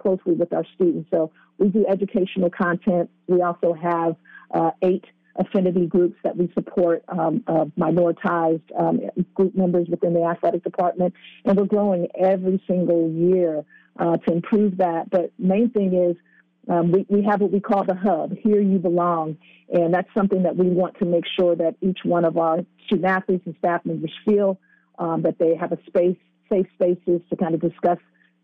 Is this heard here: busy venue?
no